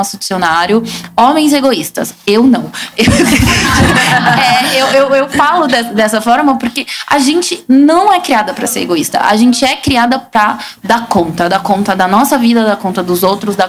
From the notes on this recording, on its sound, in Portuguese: Gravado ao vivo e com platéia.